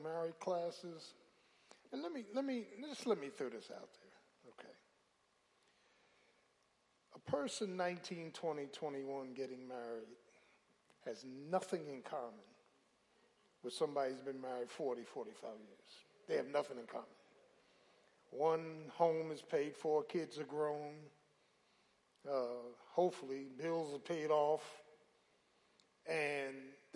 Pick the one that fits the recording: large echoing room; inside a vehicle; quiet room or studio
large echoing room